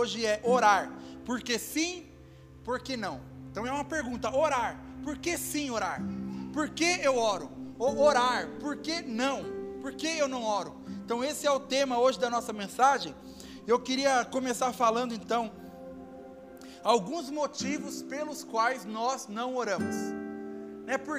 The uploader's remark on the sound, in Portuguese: Áudio do Culto de Domingo do dia 09/10/2022